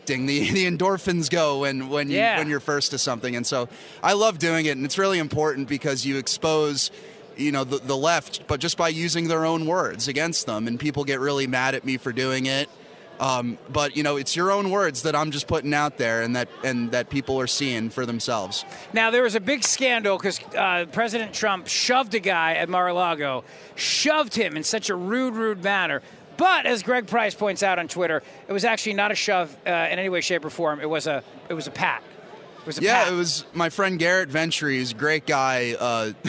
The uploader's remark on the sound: Broadcasting live from CPAC in Washington D.C.—"the largest and most influential gathering of conservatives in the world.”